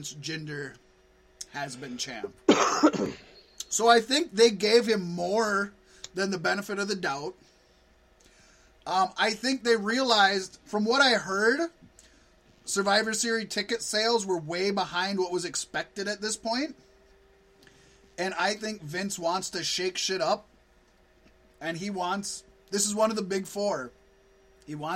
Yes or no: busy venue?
no